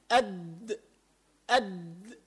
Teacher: لاحظ وين لسانك عم يعلق، أد من ورا سنانك اللي قدام من أصل · Term: الدال